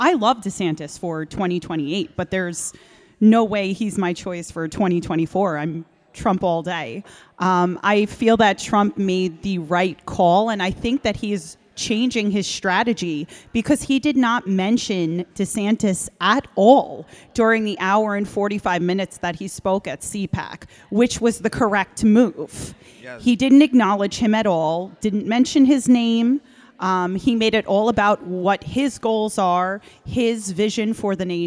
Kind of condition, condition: setting, live audience